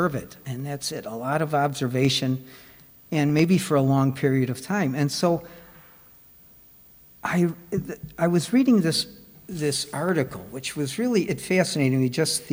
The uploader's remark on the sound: Recorded at the Blue Lotus Buddhist Temple. Recorded at the Blue Lotus Buddhist Temple on 2024-02-06.